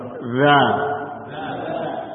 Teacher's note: huruf za makhrajnya adalah ujung lidah bagian punggung, ujung lidah bagian punggung bertemu dengan gigi, bertemu dengan ujung gigi seri atas.